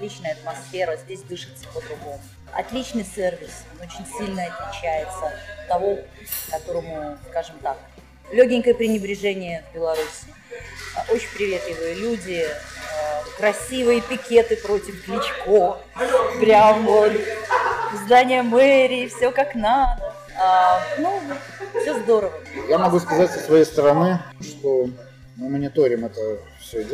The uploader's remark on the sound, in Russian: беседу с ней мы были вынуждены записывать в сложных условиях переполненного кафе